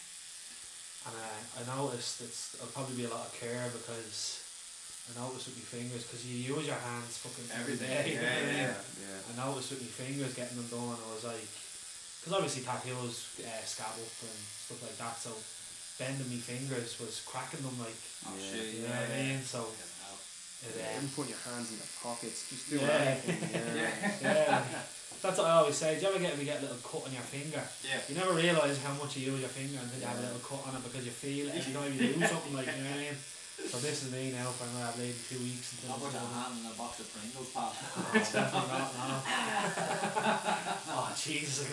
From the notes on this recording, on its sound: We apologize for the sound as this was the first time we ventured out of the studio with the mic.